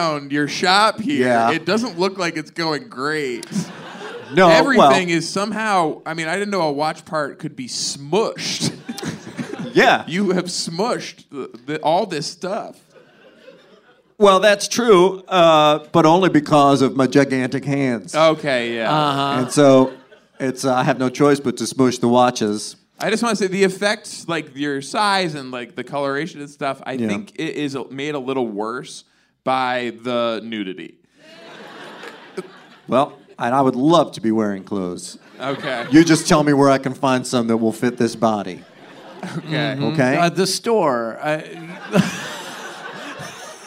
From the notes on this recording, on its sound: Live from the Dynasty Typewriter